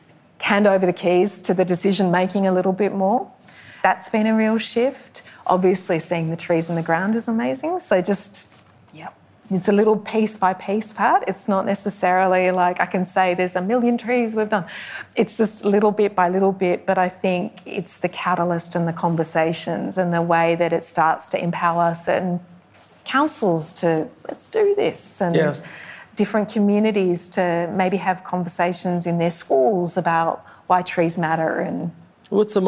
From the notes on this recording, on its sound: Is recorded live in conversation. At Powerhouse Ultimo.